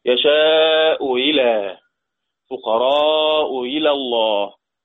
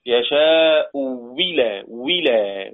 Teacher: يا إما تسهيل الهمزة الثانية يا إما إبداله واو مكسورة